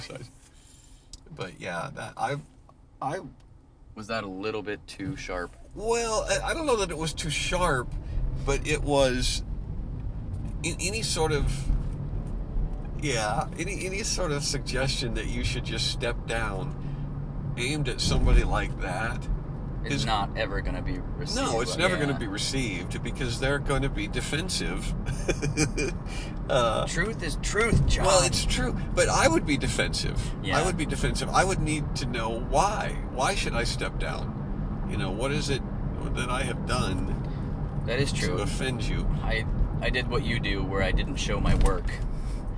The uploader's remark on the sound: Car Chronicles. Jump in the car. They're on the way BACK to Indiana from Georgia. Ignore the road noise.